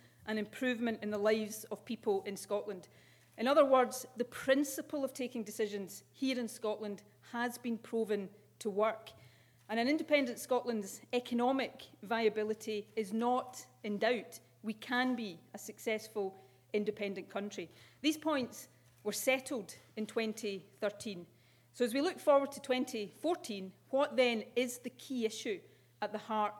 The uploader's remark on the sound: With a keynote speech at St Andrews University.